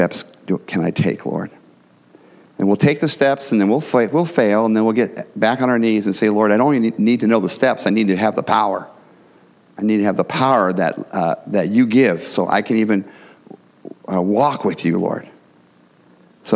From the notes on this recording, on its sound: the gospel preached at our church on Sunday